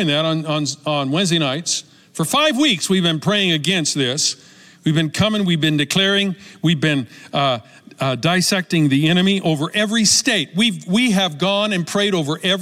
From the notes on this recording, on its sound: Recorded live at Capital Church in Meridian, Idaho